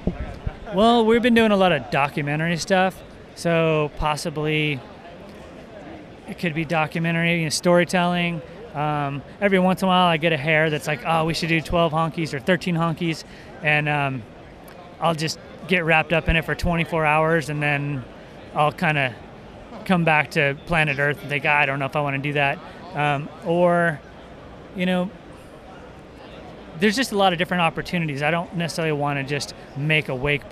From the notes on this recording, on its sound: This episode was recorded live, following the 2018 Wakeboarding Hall of Fame induction ceremony inside the Alliance Wake booth at the Fall 2018 Surf Expo.